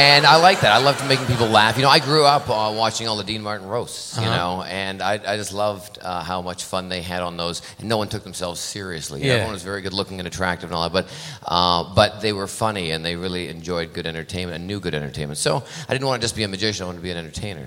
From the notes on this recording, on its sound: Live at the South Point Casino.